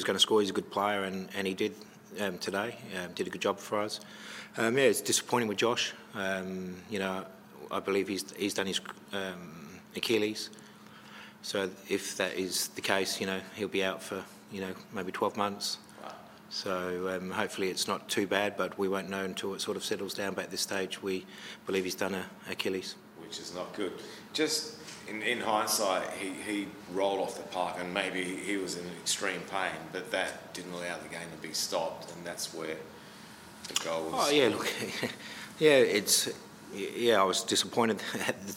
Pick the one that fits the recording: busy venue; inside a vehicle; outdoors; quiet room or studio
busy venue